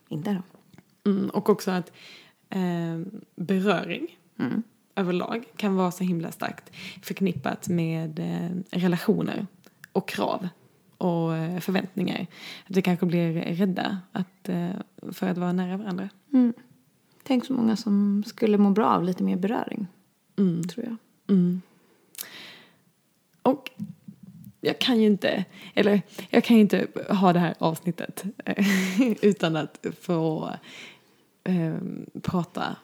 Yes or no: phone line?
no